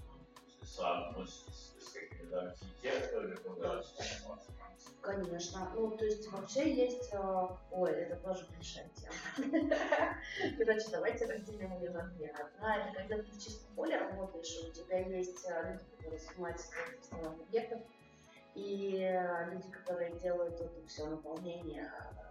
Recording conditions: poor sound quality